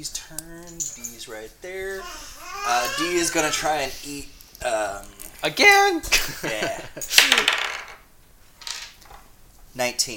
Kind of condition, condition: fault, sounds in the background